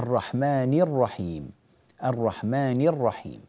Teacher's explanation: اكسر النون كسرا كاملا